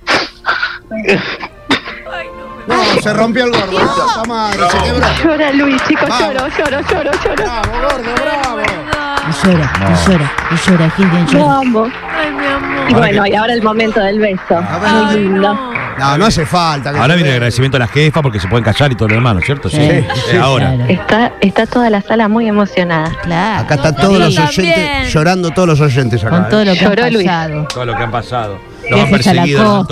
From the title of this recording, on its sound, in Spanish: Móvil EN VIVO desde el Registro Civil